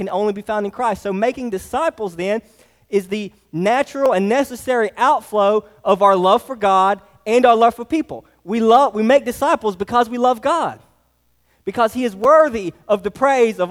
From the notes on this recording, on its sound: Sermon preached to Hillside Baptist Church in Eastman, GA. Sermon preached to Hillside Baptist Church in Eastman, GA.